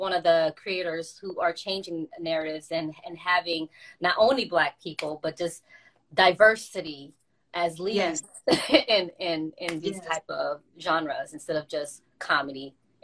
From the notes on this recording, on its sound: a special Instagram Live #WFH edition